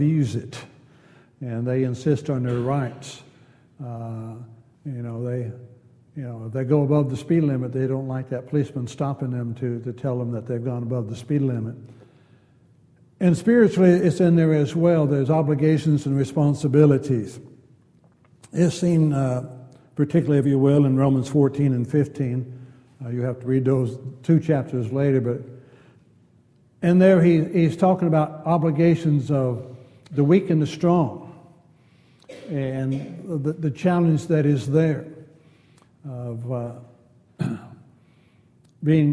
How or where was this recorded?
large echoing room